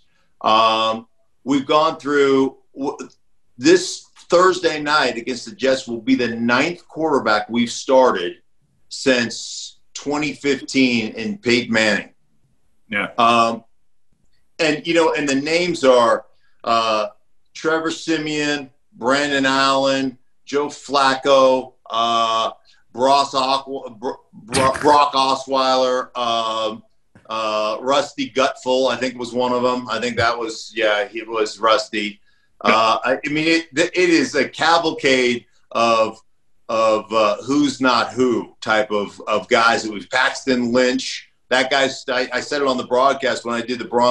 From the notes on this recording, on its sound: zoom together with former NFL lineman